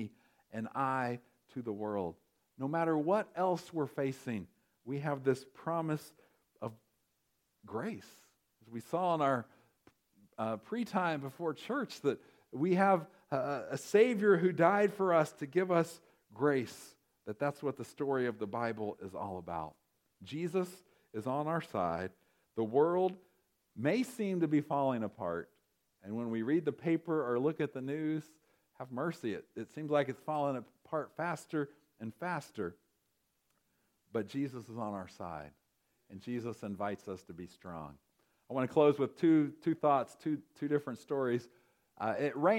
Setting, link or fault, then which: setting, large echoing room